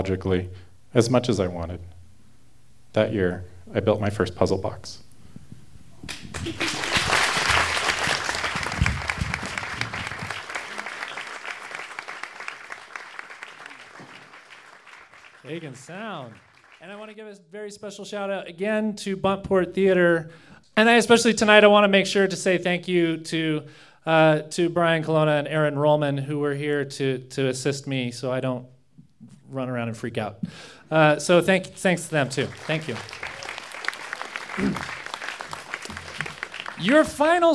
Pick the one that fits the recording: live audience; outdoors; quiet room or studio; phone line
live audience